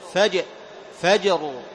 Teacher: تقلقل الجيم ثم تفخم الراء بعدها، فلا بد من تمييز الجيم بجهرها وشدتها. · Term: القلقلة